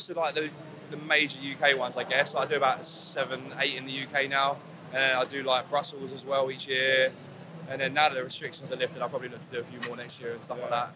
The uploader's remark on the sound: This week's special episode was recorded live from the Big London Tattoo Show at the ExCel.